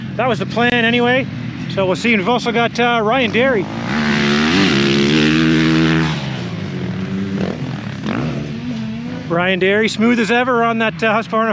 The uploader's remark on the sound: Walk and Talk - Vision Built Track. As they put in motos at Vision Built Tracks outside Putnam, Ontario, Canada.